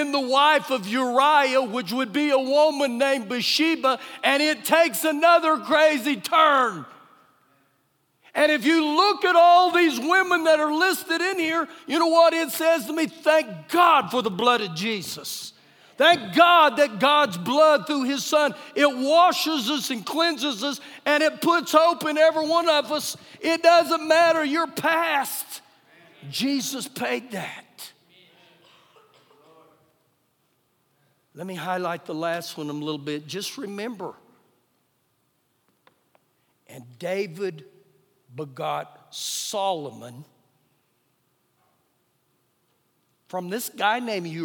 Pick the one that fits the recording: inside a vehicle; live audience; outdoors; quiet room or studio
live audience